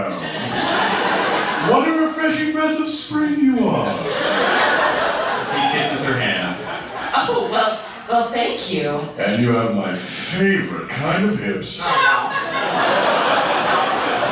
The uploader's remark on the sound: We recorded this one live from SF Sketchfest 2017. Before the table read.